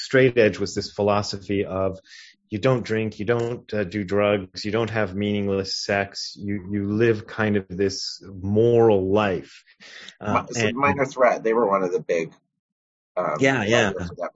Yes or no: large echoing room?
no